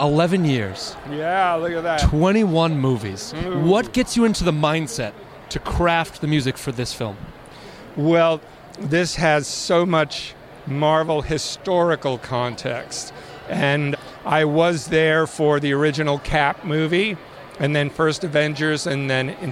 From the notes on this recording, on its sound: short interviews recorded live from the red carpet